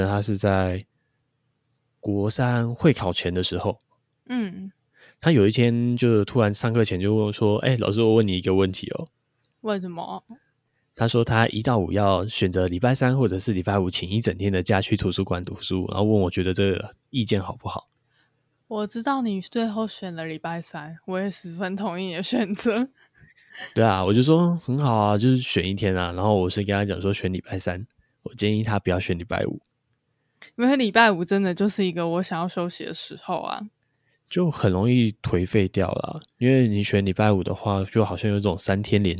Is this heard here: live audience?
no